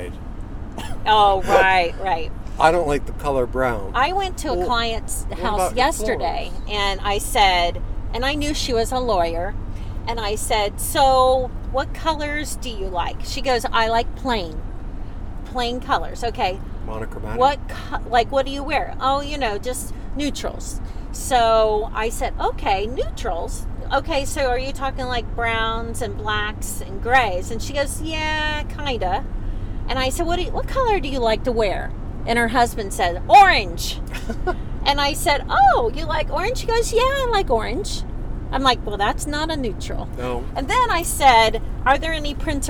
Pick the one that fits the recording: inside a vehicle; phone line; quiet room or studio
inside a vehicle